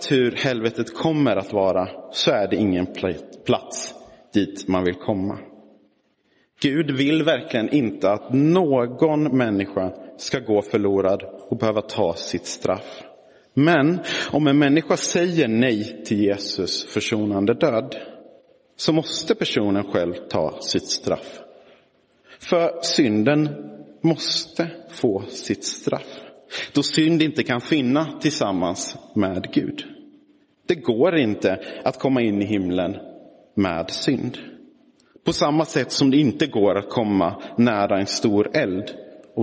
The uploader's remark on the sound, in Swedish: Inspelad i Roseniuskyrkan den 20 november 2022